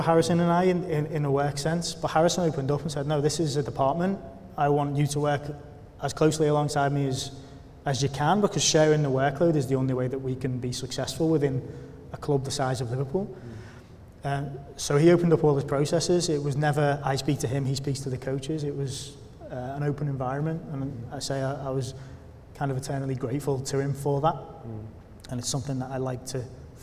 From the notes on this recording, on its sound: In front of a live audience at Hudl's UK Football Conference at Loughborough University.